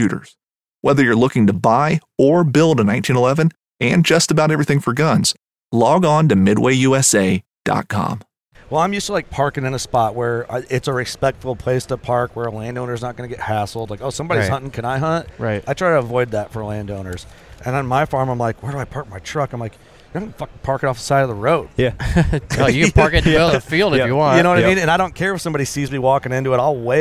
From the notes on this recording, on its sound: Working Class Bowhunter at ATA. While we where at the ATA show.